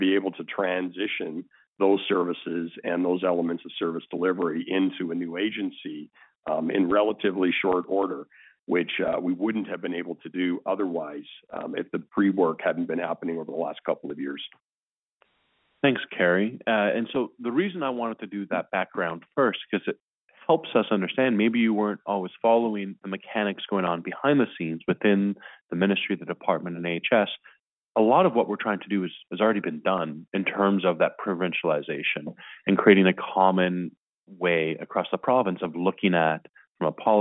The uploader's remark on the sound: Refocusing Health Care in Alberta Telephone Town Hall. Health care professionals participated in a telephone town hall.